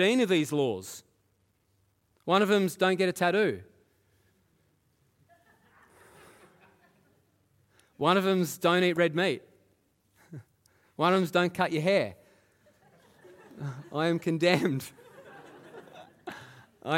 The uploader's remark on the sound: Live at Echo Church Melbourne